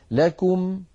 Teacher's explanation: لكم لابد من ضم الشفتين ضما محكما عند الكاف